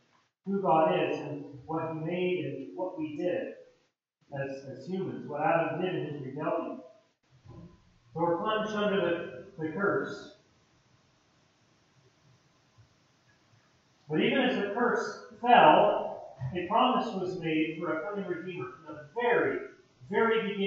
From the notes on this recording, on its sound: POOR AUDIO QUALITY.